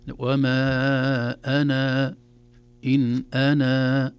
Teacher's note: حذفنا الألف تماما في كل أنا في القرآن الكريم محذوف إلا إذا وقفنا عليها · Term: حذف الألف وصلا